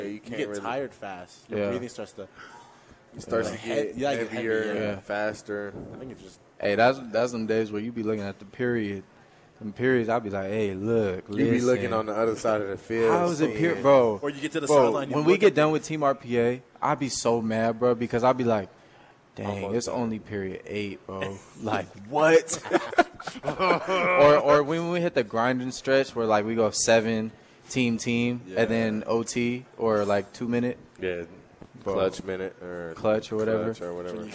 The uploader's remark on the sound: Live from Daq Shack!